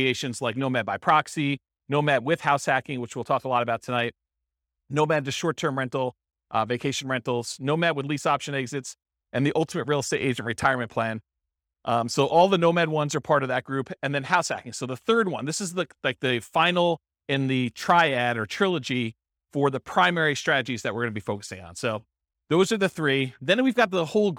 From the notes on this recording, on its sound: This was a live class recorded